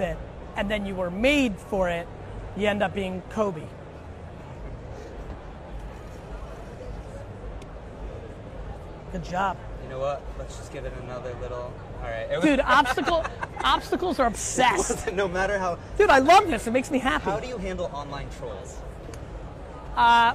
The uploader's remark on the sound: live interview style chat with CNBC while at the RISE Conference in Hong Kong